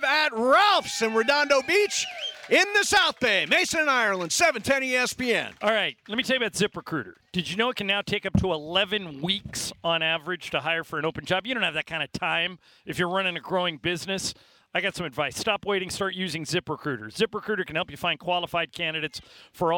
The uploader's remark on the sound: LIVE From Ralphs in Redondo Beach!